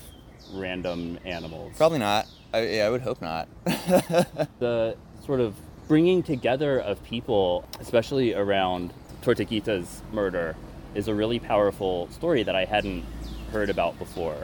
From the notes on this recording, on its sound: Special field report recorded on location. Interviews several neighbors of The Tree That Owns Itself in Athens GA.